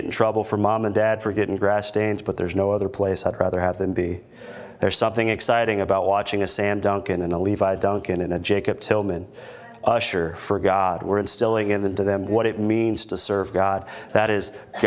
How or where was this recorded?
large echoing room